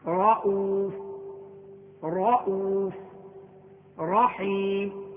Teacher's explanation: فالراء في المثالين جاءت مفتوحة لذا وجب تفخيمها